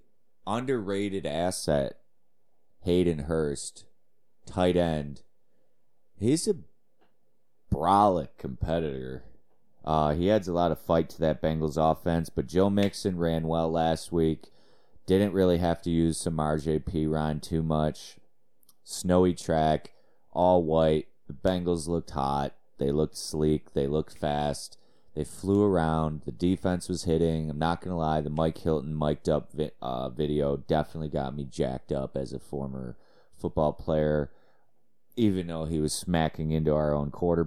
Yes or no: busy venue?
no